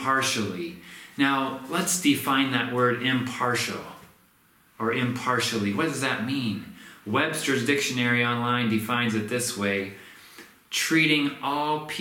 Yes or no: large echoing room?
yes